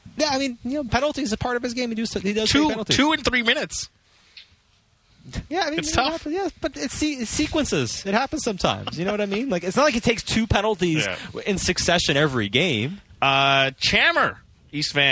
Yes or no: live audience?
no